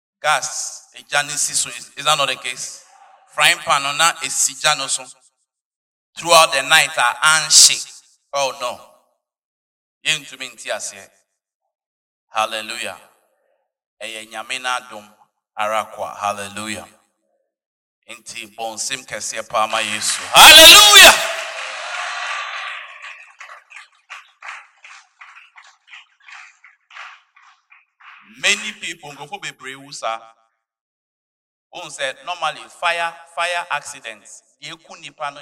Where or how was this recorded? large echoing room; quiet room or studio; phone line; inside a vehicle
large echoing room